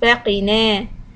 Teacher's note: don't stretch the qaf, but stretch the noon